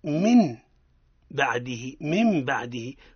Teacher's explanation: قلب النون ساكنة ميما لأن أتى بعدها حرف الباء · Term: الإقلاب